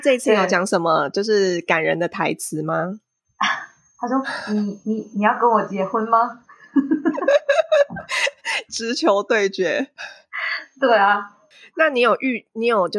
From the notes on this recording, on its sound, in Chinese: 本集為首度遠端線上錄音，由於收音設置和剪輯能力經驗不足，無法完全排除背景音些許雜訊，因此較不建議配戴耳機收聽